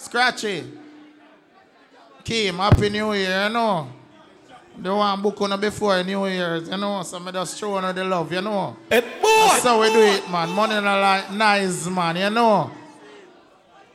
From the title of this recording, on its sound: Big Vibes Tuesdays 12/27/22 (LIVE AUDIO)